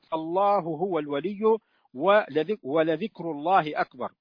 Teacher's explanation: تفخيم لام اسم الله إذا كانت قبلها فتحة أو ضمة